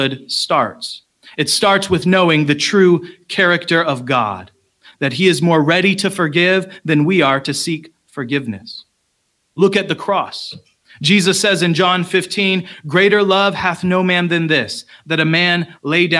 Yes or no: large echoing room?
yes